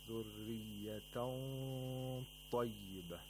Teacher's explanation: we have to show the characteristic of isti'la, the tafkhim should be shown while we apply the ikhfa